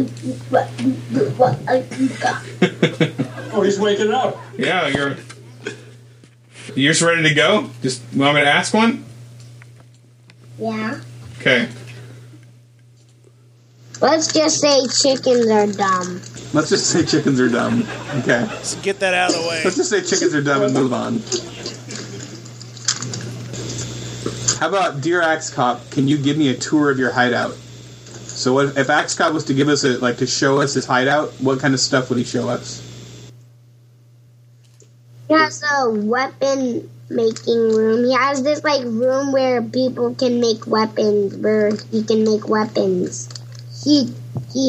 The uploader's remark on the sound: Panel Discussion from the Axeiversary Event. This is the audio captured from the Axeiversary event on January 27th at Meltdown Comics in Los Angeles, California.